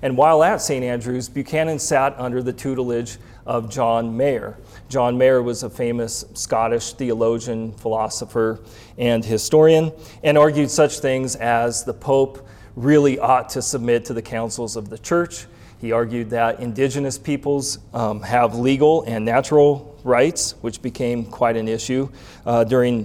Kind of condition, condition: setting, live audience